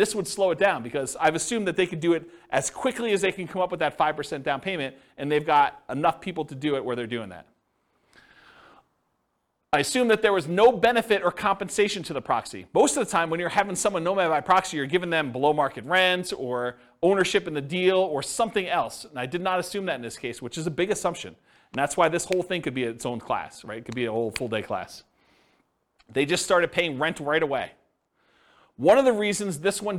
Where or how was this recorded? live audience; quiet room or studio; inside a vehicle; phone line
live audience